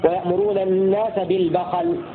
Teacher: بفتح الباء والخاء في لفظ البخل